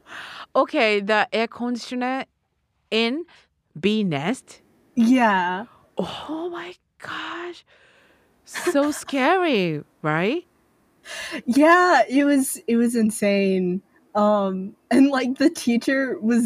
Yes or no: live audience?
no